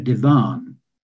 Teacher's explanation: we called our large chair a divan with a slight stress on the last syllable